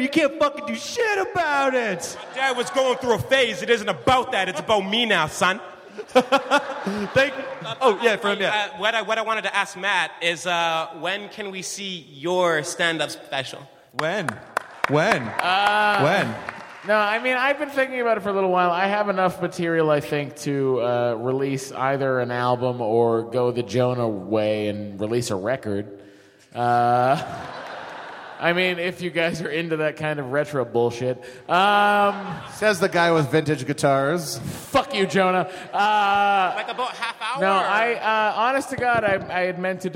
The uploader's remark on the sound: Live from SDCC 2013! It's the Nerdist live from the Balboa Theater in San Diego again!